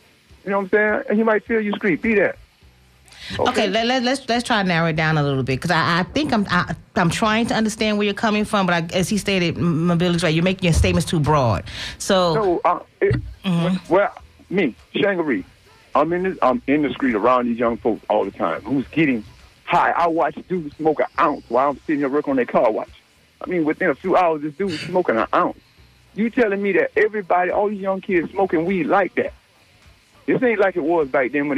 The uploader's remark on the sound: unique magazine format call-in show